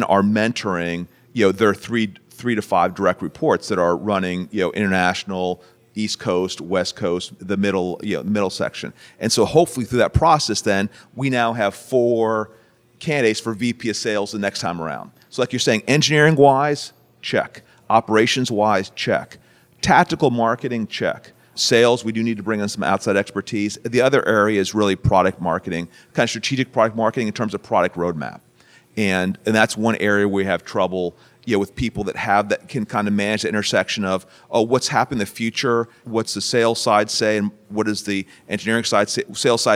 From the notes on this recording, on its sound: live from The Starting Line by the Ohio State University College of Nursing